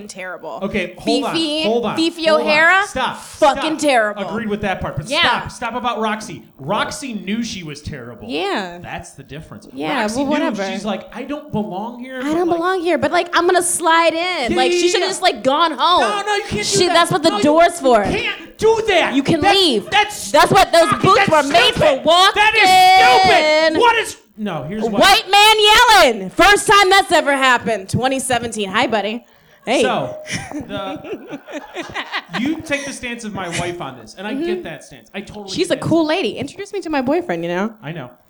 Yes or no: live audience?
yes